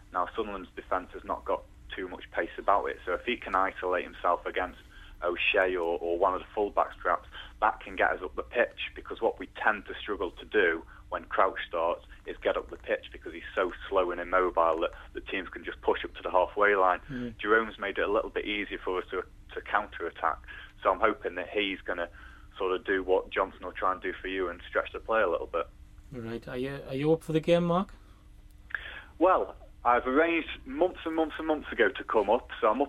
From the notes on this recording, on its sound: Joined in the studio. Joining us on the phone.